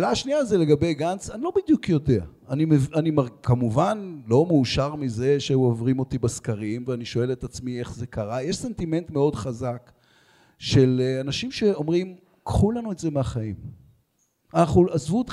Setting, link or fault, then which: setting, live audience